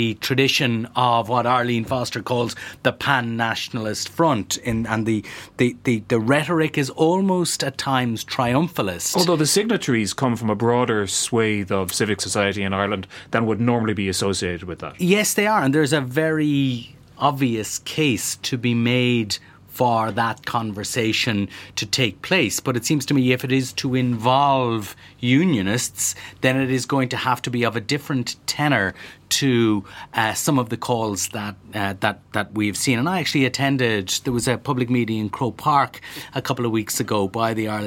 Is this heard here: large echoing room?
no